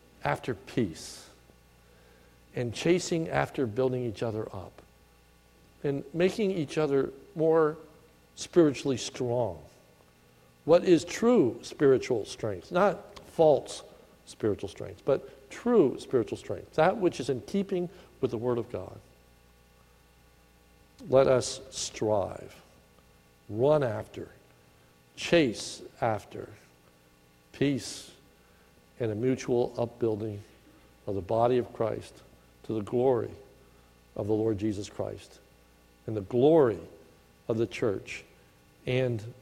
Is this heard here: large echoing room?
yes